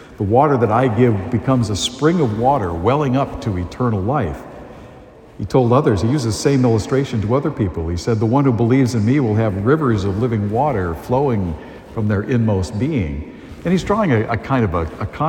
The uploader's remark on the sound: A homily delivered at Holy Family Parish in Amesbury, Massachusetts